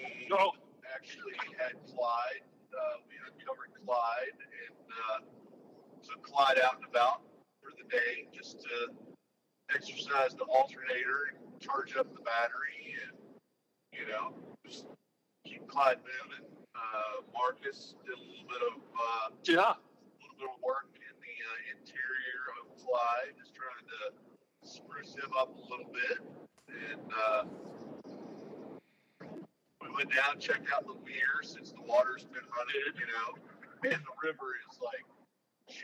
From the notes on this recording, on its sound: Have been on the road for a while chasing trout from Pennsylvania to Tennessee and hatched the idea to record an episode from the road as they were rolling back south towards the Land of Tailing Redfish. We generally do our best to remain entertained along the two lane hell that is known as Interstate 95 in South Carolina. The audio may be a little off on this episode, but hey; we we're trying something new.